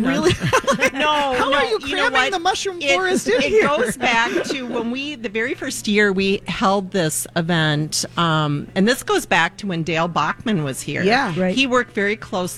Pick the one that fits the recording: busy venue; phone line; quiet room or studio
busy venue